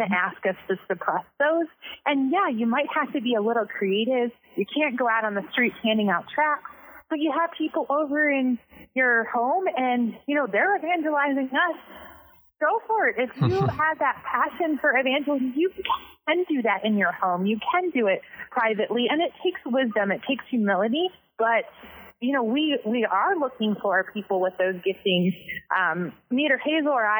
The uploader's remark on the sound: Two anonymous, female ABWE missionaries in North Africa join us over the phone.